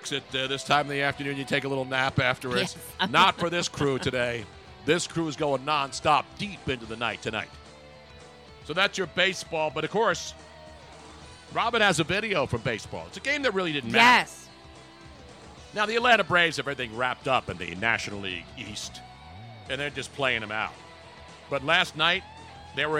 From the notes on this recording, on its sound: live from Lambeau Field Pregame